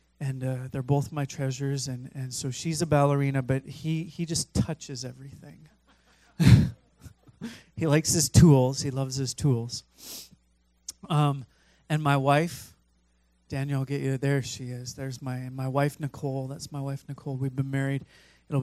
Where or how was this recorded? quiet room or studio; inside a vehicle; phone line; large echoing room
large echoing room